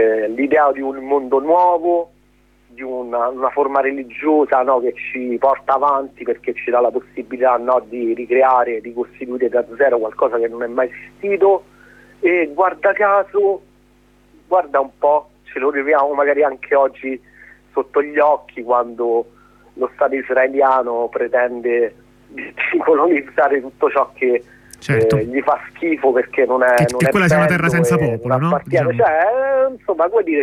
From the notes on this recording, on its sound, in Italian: ne parliamo al telefono con due compagni